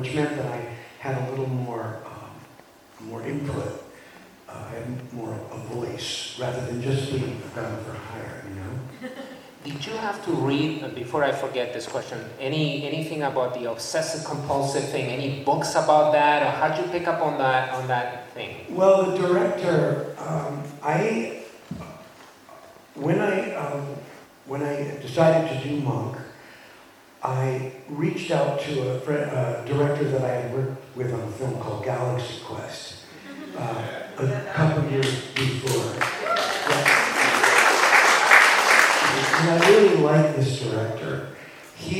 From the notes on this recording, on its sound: MLC Gala at The Tarlton. Q&A from the audience at the Tarlton Theatre.